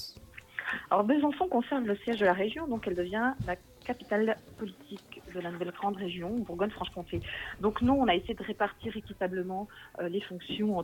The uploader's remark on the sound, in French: Un entretien téléphonique